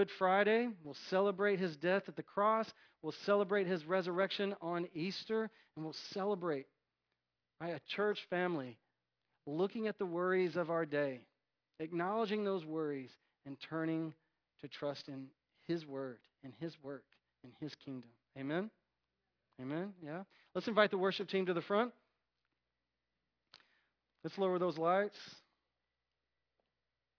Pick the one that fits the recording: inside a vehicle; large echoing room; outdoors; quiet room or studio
large echoing room